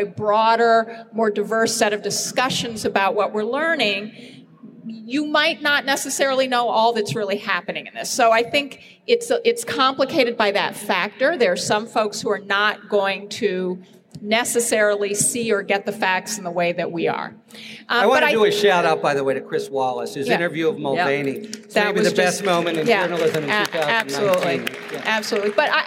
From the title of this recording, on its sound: LIVE from Politicon in Nashville, Tennessee